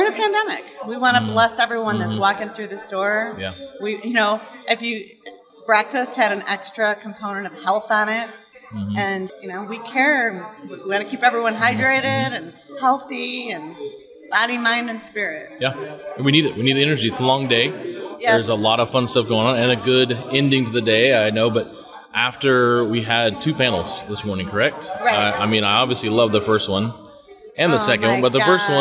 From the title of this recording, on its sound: Live From EsportsNext